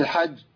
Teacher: لان الجيم مشدده، والمشدد الموقوف عليه بنقف عليه بزمن الحرفين، يعني زمن طويل شويه